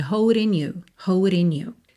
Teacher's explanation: Aqui, o D ficou rarara, holding you. O G de holding não é pronunciado? Juntamos pelo N